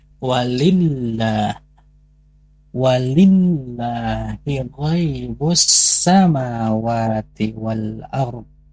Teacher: karena di lafaz Allahnya ada tasydid, maka kita wajib menggandakannya